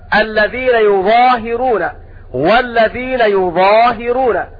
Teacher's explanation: إلا أن عاصما قرأ بالضم وتخفيف الظاء وكسر الهاء